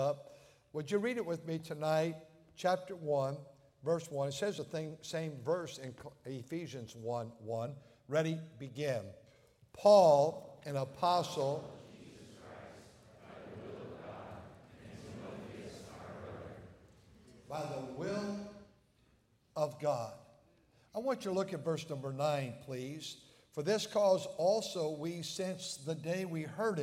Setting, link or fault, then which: setting, large echoing room